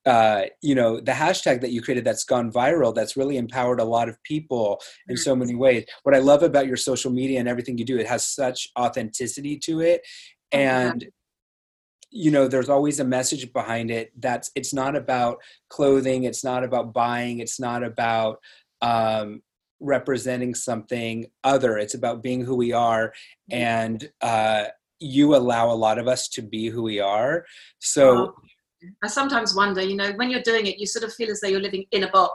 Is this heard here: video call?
yes